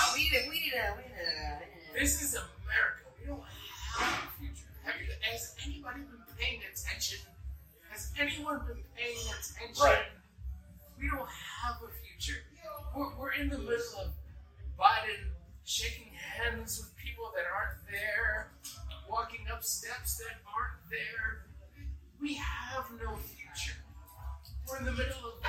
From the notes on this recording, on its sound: Bad audio. Driving background noise and a noisy bar without mics.